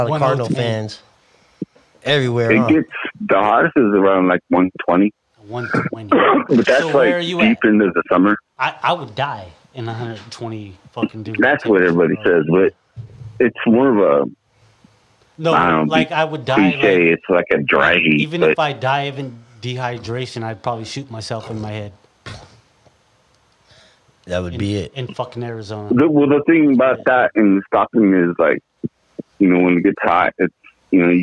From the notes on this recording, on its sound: phone call 2 Phoenix Arizona